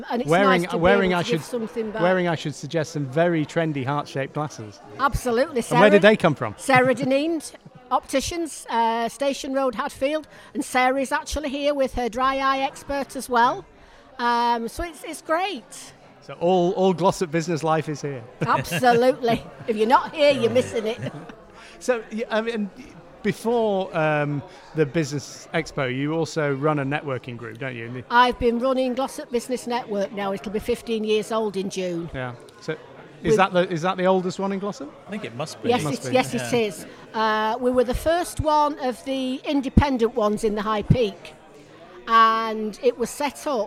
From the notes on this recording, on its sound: Live from the Glossop Business Expo